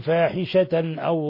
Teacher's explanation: تنوين فتح جاء بعده الهمزة لحكم التجويد إظهار حلقي